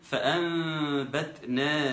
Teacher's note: فأنبتنا فيها، الإقلاب هنا بقى هيكون حكمها الإقلاب، نون ساكنة أتى بعدها حرف الباء تقلب ميم